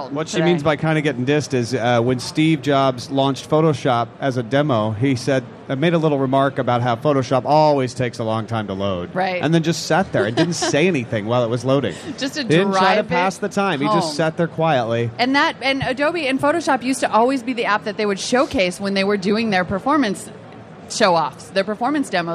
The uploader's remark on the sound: Live from Macworld